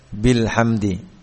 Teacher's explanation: Kalau wasal bilhamdi, hamzahnya enggak dibaca. · Term: hamzah wasal